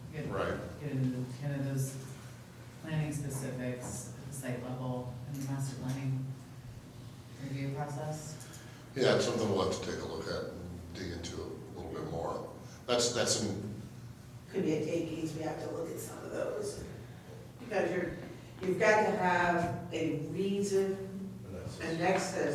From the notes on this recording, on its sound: Live recording of the Astoria Planning Commission meeting. Note that the meeting begins with the APC convening briefly as the Traffic Safety Committee.